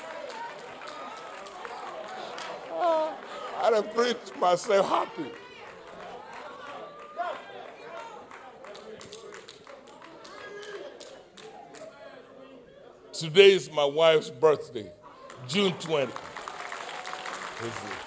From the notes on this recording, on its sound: live-recording 6/20/2021 7:30:01 AM